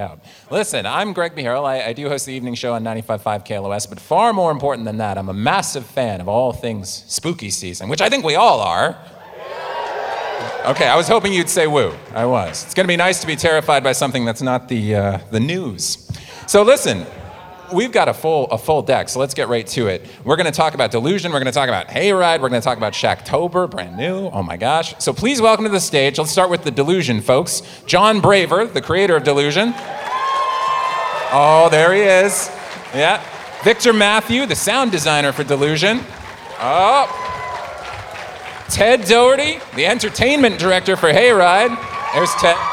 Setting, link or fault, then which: setting, live audience